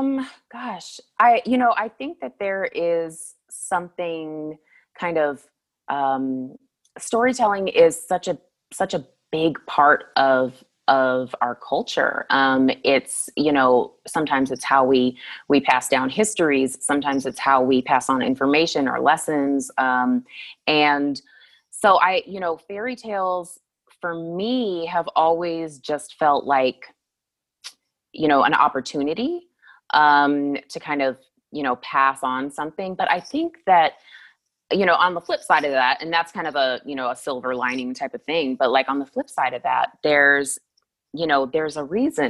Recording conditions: video call